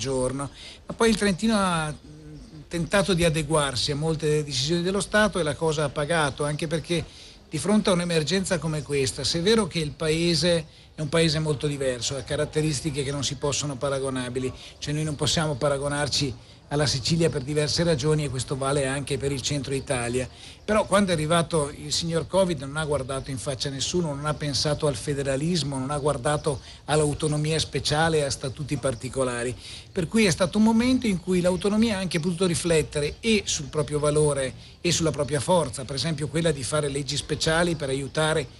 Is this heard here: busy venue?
yes